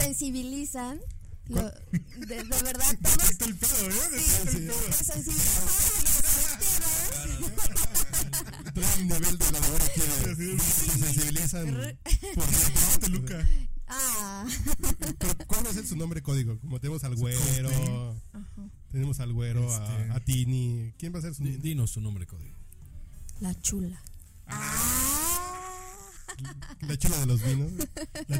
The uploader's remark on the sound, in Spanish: Una disculpa por la calidad del audio.